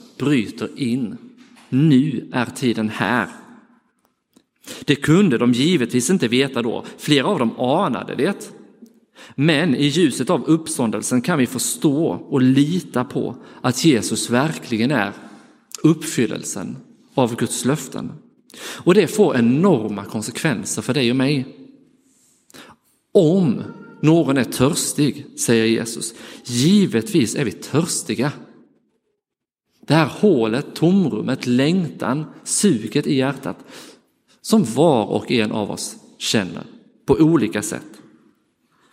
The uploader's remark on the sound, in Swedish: Inspelad i Roseniuskyrkan den 28 maj 2023.